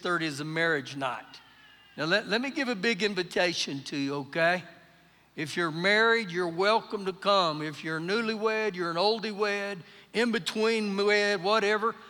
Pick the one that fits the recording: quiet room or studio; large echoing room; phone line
large echoing room